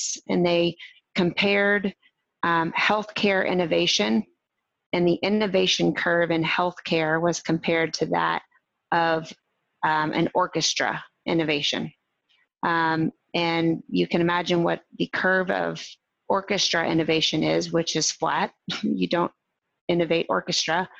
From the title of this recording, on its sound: Recorded Webinar